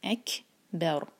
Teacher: یہاں کیف ساکن ہے، اس پر ہم حمز کریں گے، ہوا کے ساتھ پڑھیں گے